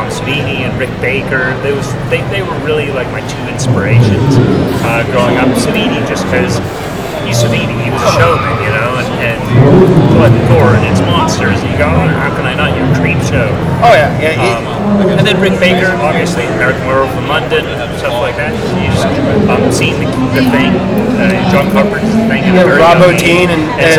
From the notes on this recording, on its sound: This episode was filmed live at Haunted Screams Expo